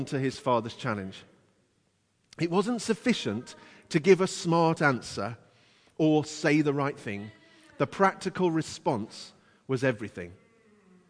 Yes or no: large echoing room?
yes